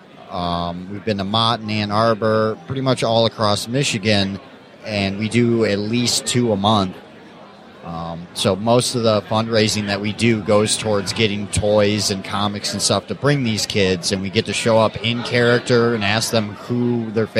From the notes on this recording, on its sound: Live at Astronomicon. Live interview on the floor at Astronomicon!